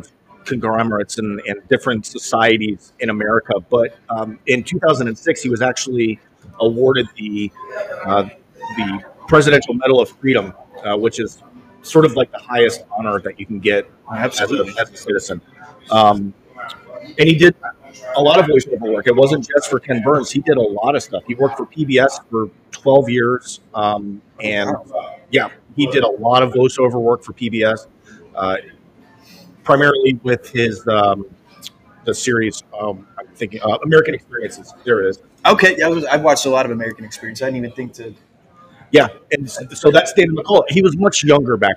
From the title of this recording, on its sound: History Happy Hour Live at The Pub